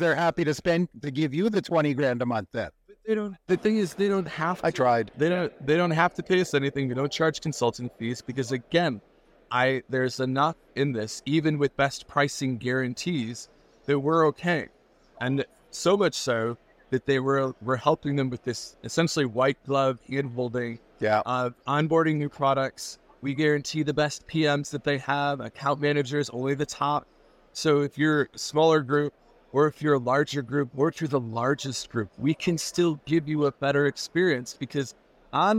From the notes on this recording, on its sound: "Live" at Nada 2024.